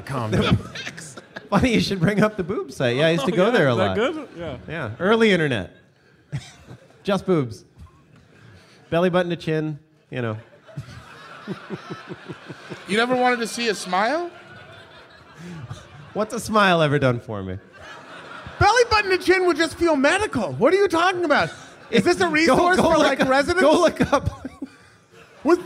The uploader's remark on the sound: LIVE AND DIRECT FROM PORTLAND!